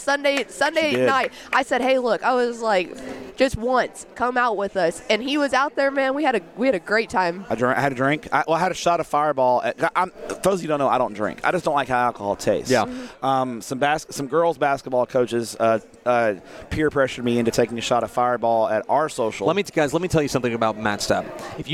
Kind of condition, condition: setting, busy venue